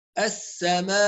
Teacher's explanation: فتح مستقيم ما يكونش مايل كالابتسامة، هذا الذي يؤدي إلى التقليل. السماء، لا سماء، واللسان بيكون في قاع الفم تحت.